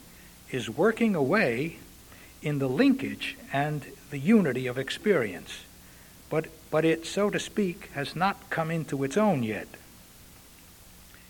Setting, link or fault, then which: setting, large echoing room